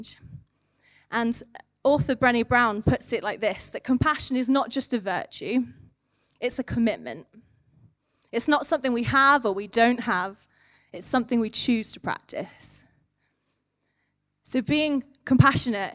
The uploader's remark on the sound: recorded at One Church Central on Compassion Sunday